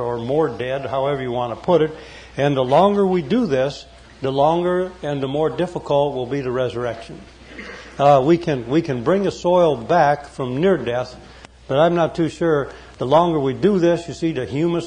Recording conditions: live audience